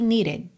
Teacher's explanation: a língua encosta no céu da boca só para encerrar o som da vogal anterior